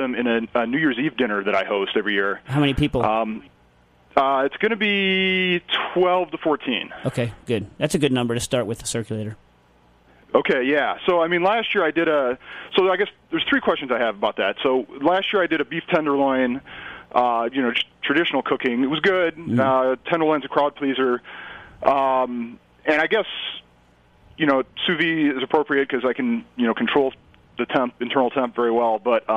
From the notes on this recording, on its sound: Is in the comforts of Southern California. Does join by phone.